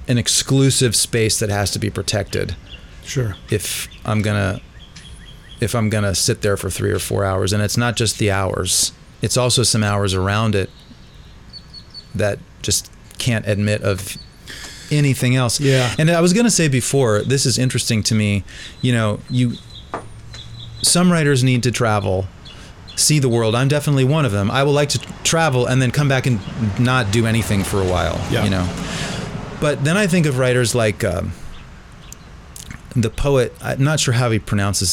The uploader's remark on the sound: front porch in downtown Durham, which displays itself in the background of our conversation in vivid voice.